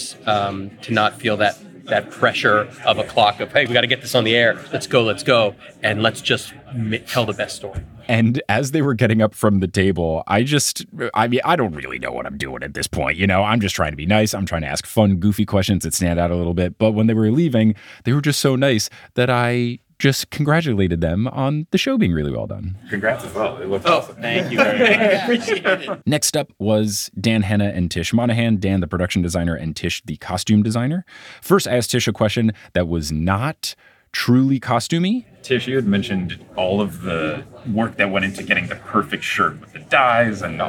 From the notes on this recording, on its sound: Interviews and More from New York Comic Con. Which allowed me to watch the Percy Jackson TV Show panel and interview various members of the production team! Concluding with audio clips from the questions I was able to ask and the insightful answers I received!